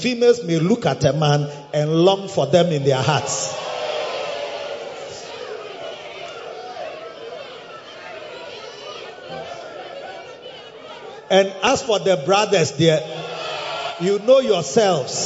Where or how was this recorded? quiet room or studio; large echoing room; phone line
large echoing room